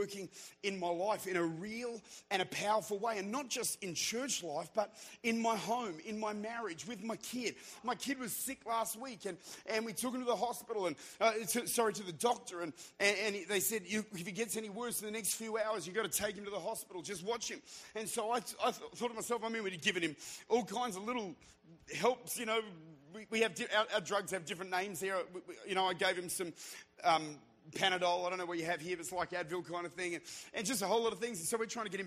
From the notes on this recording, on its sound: Recorded at Redeemer Church during their annual Encounter Conference in Utica, New York